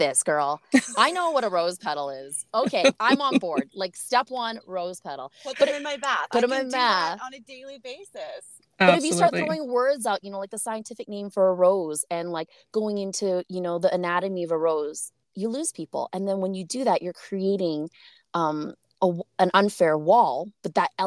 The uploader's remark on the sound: We broadcast from our car studios